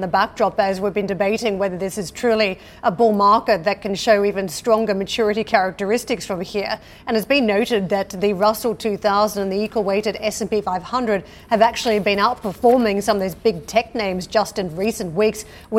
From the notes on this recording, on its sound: We are live in North Greenwich, London at the Ukraine Recovery Conference.